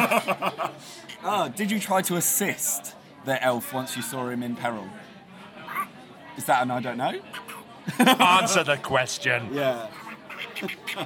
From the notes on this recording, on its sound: For some reason they recorded this one in a noisy Wetherspoons at St Pancras after doing a real escape room and having lots of beers.